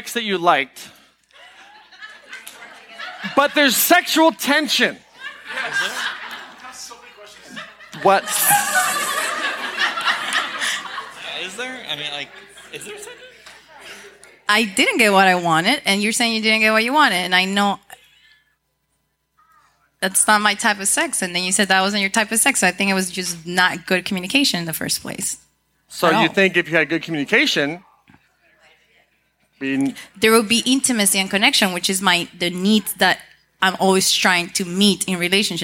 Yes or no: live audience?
yes